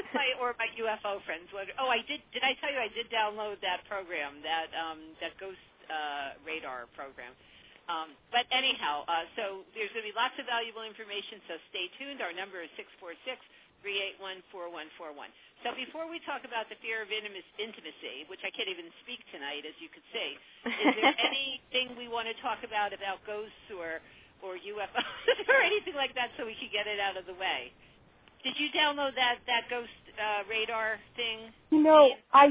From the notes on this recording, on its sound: a live call-in radio talk show